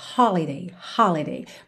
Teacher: Lembrando que holiday tem a sílaba tônica na primeira sílaba, holiday, holiday.